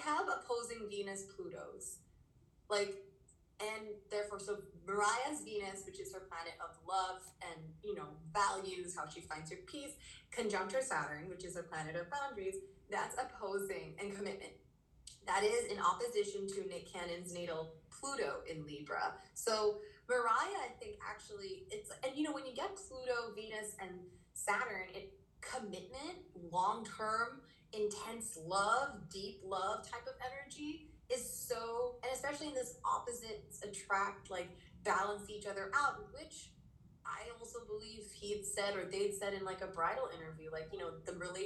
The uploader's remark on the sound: This episode was recorded via insta live.